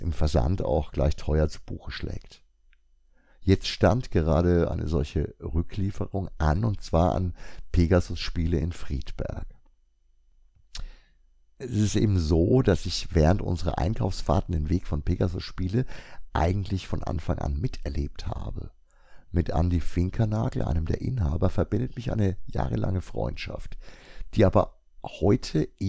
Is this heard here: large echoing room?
no